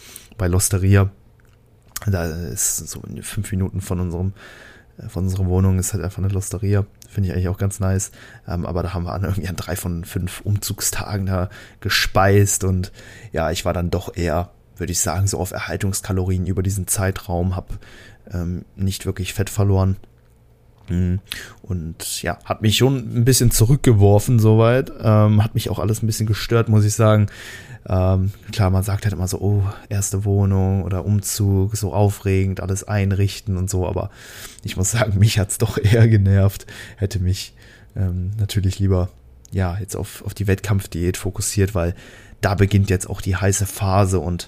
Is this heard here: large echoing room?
no